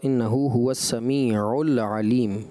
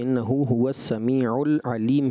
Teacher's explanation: لام ساکن اگرچہ ہے، اس میں کلکلہ نہیں ہوگا، غیر کلکلہ حرف ہے · Shown in: second take